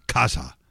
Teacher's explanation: It's K-A-Z-H-A. And you have to put the accent on the first syllable